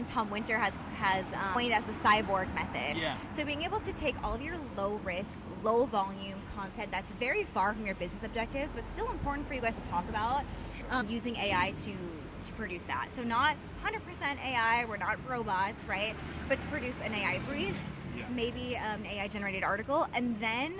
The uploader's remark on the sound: We walked through the hustle and bustle of Paris (sorry for the loud bus noises at times!).